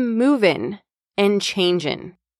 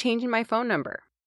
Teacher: Pay attention to native speakers getting rid of the G on ing words · Term: reduced that ing sound